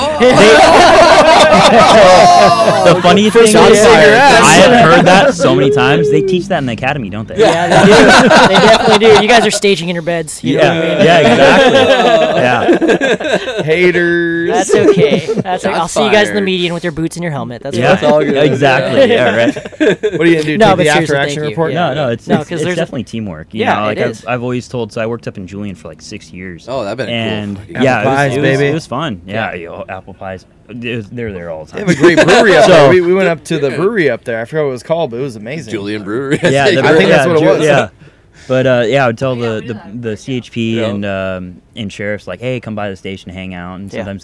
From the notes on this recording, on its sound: Rigs & Brews ON LOCATION. Record from the Duck Foot Brewery parking lot! They pumped this event for a couple of weeks and the turn out was great!